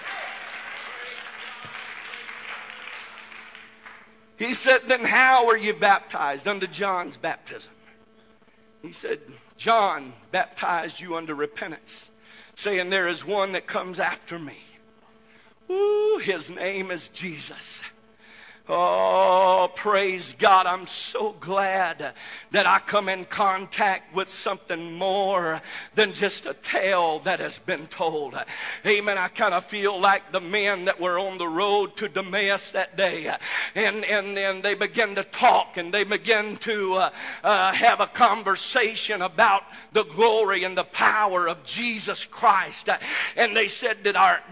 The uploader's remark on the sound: This message was broadcast live from the First Pentecostal Church of Silsbee Texas